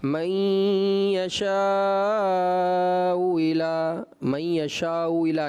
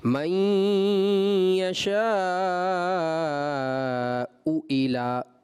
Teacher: دونوں حمزہ تحقیق خوب صاف ستھرے انداز سے ادا ہوں گے · Shown in: second take